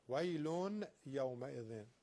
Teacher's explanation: ویل یومئذ تنوین به یه رسید ادغام یرملونه با غنه